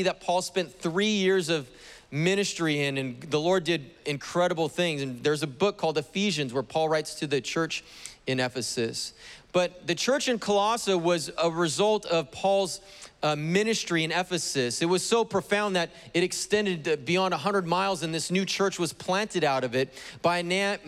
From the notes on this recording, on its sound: was preached on June 27th at the 11:30AM service